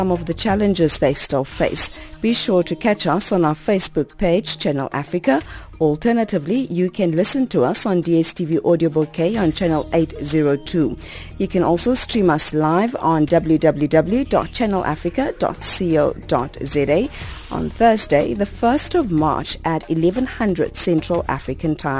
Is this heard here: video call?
no